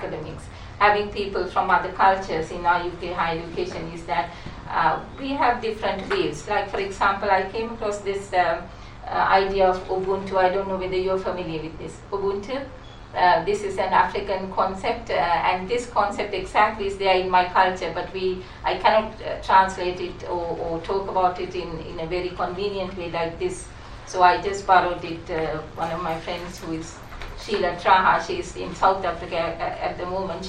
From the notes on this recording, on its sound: speaks at SRHE International Research and Researchers Network Event